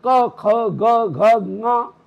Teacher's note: गले ने भींचा तो भींचने पर क ख ग घ ङ ये कवर्ग निकलेगा, कंठ स्वर निकलेंगे · Term: कंठ ध्वनि